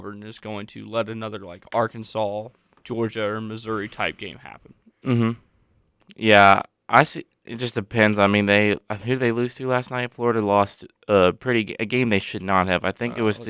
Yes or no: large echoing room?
no